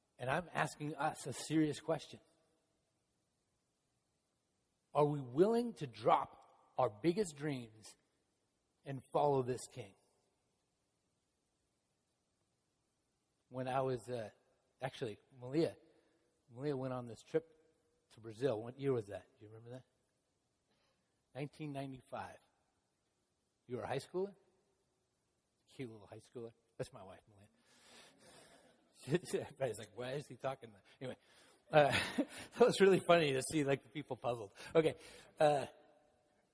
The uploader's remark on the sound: Palm Sunday message delivered during the Contemporary Worship service.